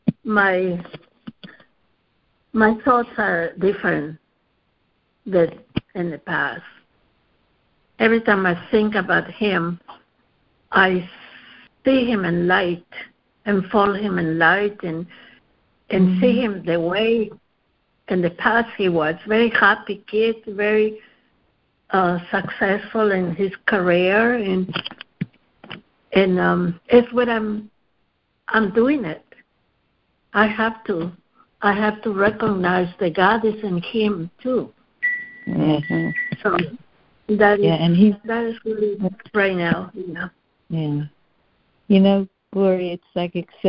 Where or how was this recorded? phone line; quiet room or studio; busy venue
phone line